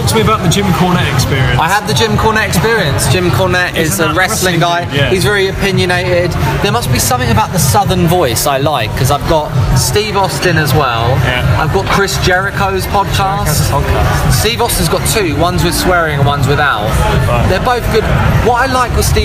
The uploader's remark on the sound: comes to you live from Nando's